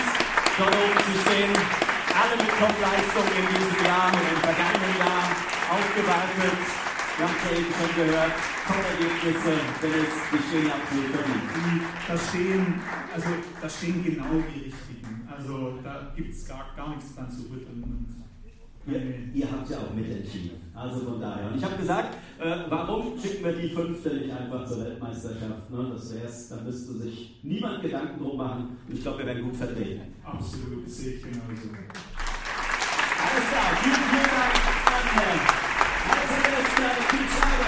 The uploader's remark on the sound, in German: Ein Audiomitschnitt der TRAIL-AWARDS im Feierwerk München. Live-Podcast.